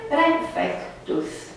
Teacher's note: Rămâne la închiderea E, pentru că urmează două consoane. Și nu se închide până la capăt, la I.